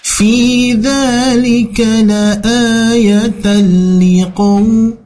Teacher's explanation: ada tanwin bertemu dengan lam bertasydid, idgham bila guna ya. Jadi harus kita baca idghamkan saja langsung ke huruf lam.